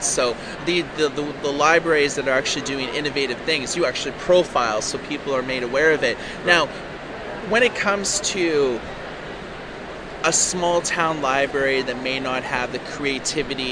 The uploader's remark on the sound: Post BEA and IDPF Wrapup. We have a few audio interviews we did at the show where we spoke to Kobo and Overdrive.